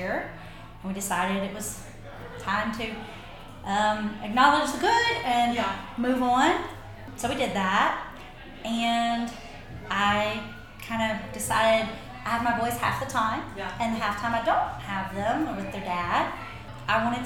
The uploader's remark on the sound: Live from Affirming Hendersonville. This episode was recorded on location at the Affirming Hendersonville event hosted by The Collab with support from Earth First Plant Co and Willow Tree Therapy.